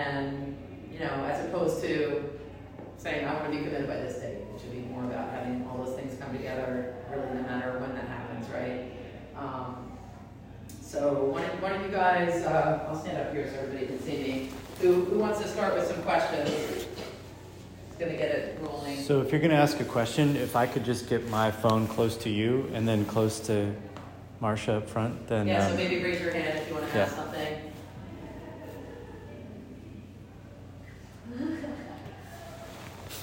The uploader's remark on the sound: In this episode I was onsite at the Virginia Revolution Sportsplex in Leesburg, Virginia for the Future Tribe ID Clinic. I recorded the three question and answer sessions with the prospects and coaches.